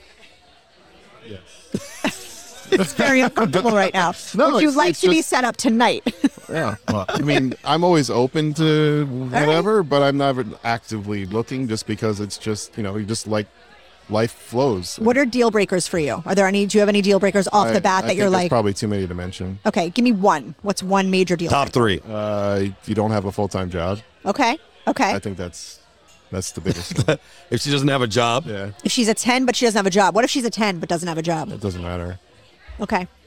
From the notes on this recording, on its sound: Recorded at American Social Las Olas